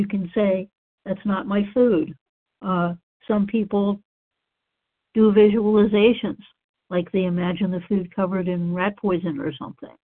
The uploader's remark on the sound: from the 100 Pounders Phone Meeting, 10/4/23.